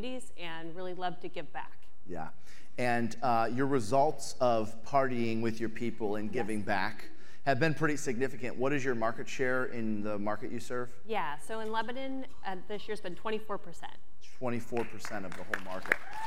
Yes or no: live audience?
yes